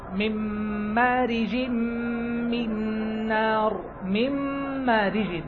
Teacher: هذه الميم المشددة، من أين جاءها الشد؟ بسبب إدغام النون فيها